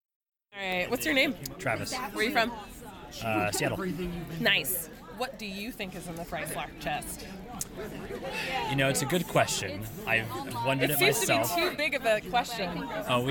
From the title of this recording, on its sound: Live from ECCC